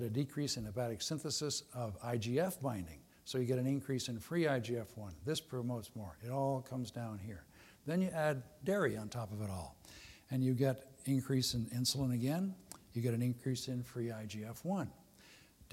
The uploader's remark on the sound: Was recorded at the 2013 Summer SDPA Conference in St.